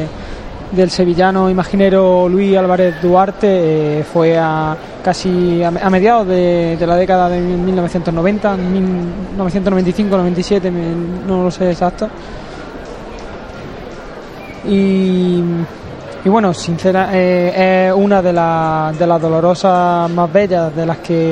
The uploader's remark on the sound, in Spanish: Abrimos conexión en directo con la calle Maestra, donde se encuentra ya Jesús Preso. La Cruz de Guía de la Expiración llegando a la zona de tribuna.